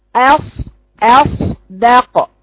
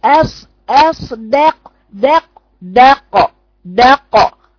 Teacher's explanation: اطلعي في الصاد، انزلي في الدال، نزلي لسانك يعني بدون مبالغة في الدال · Shown in: first take · ما تقوليش اص اص داق داق داق داق، فوق صوتها